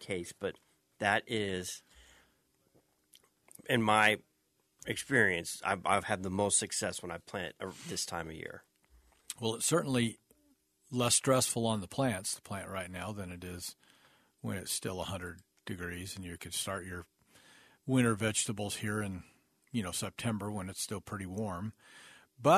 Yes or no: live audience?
no